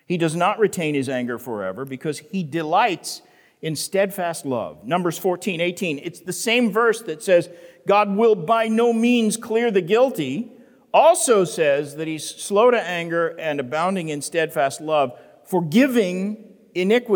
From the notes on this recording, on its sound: The Great Awokening Conference, Session 10